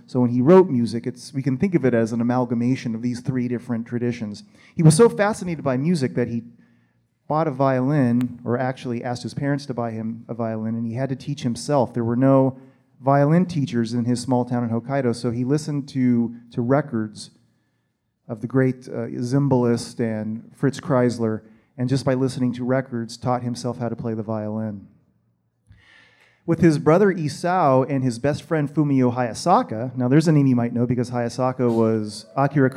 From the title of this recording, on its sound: Live at G-Fest 2019